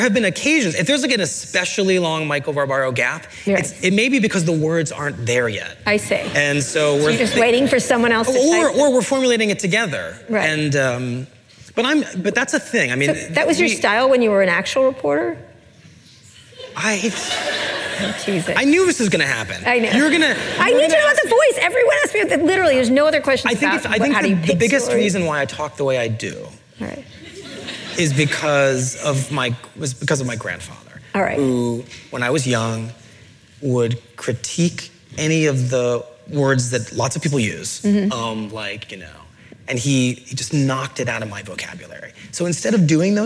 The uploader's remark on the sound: In front of a live audience at the 92nd Street Y in New York City.